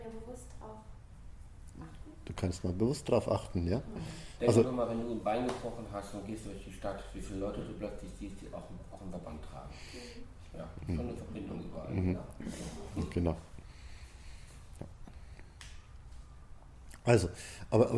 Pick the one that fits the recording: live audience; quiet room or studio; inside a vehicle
live audience